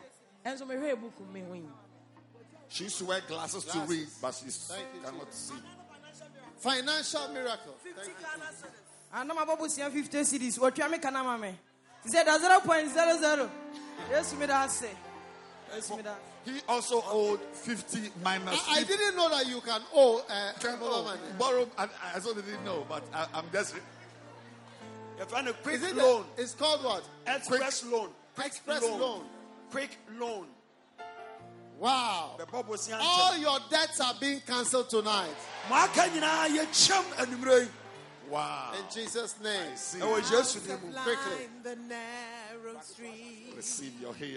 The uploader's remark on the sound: Preached at a Healing Jesus Campaign in Teta, Ghana